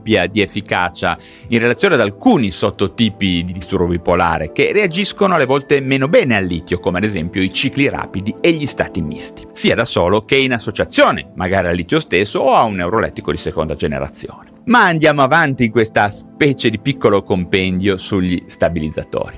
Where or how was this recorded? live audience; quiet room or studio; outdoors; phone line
quiet room or studio